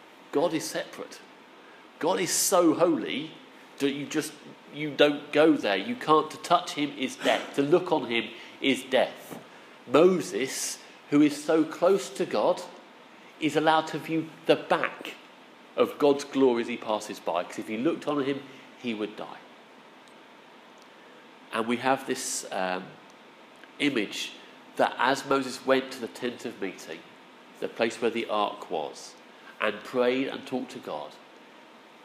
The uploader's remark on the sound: Our sermon from the 9am service